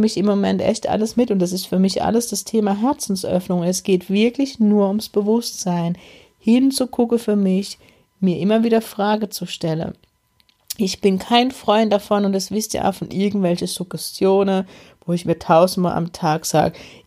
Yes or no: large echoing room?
no